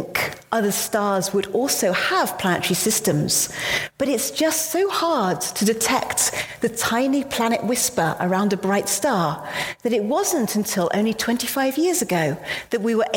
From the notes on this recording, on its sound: Today our podcast is from the Perimeter Institute. In a live public lecture from November 6, 2019.